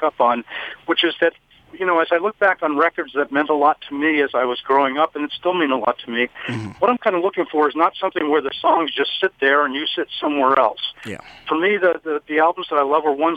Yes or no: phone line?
yes